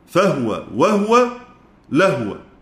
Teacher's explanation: هو تأتي أحيانا الهاء فيها مضمومة وأحيانا الهاء ساكنة. أبو عمرو البصري كله بيسكن الهاء من هو إذا سبقت بواو أو فاء أو لام